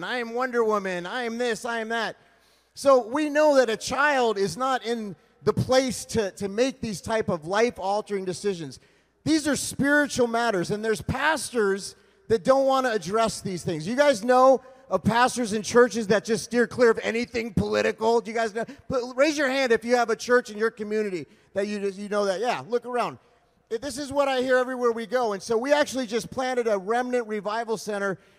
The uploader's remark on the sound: LIVE at ReAwaken America - Miami, FL. Trump Doral, Miami, FL.